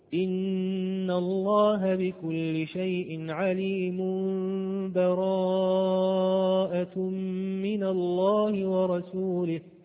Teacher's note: وصل آخر الأنفال بأول التوبة مباشرة بدون تنفس، وكل ذلك من غير إتيان طبعا بالبسملة.